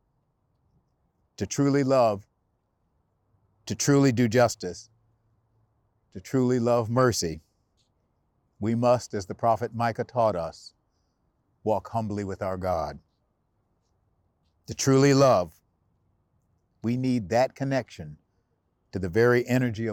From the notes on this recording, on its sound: recorded message from the Lincoln Memorial